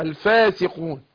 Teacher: الفاء مرققة والألف بعدها مرققة